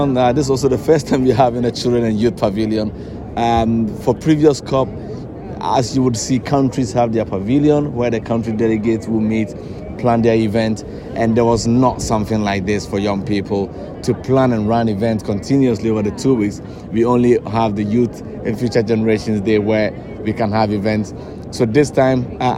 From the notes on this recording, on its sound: is a live conversation that took place in the heart of Sharm-El-Sheikh in Egypt where COP27 takes place.